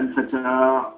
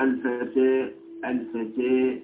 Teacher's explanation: من صوت الكسرة فتصير الفتحة بينها وبين الكسرة، هذه حقيقة الإمالة، تصير الفتحة ليست فتحة صريحة بل تأخذ موضعا بين الفتحة الممكنة وبين الكسرة الممكنة · Shown in: second take